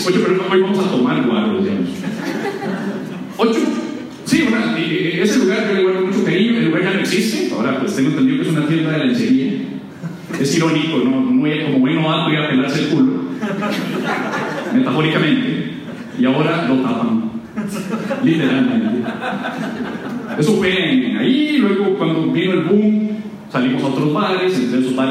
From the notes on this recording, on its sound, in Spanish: una breve recopilacion con algunos audios del show "Incorrectos"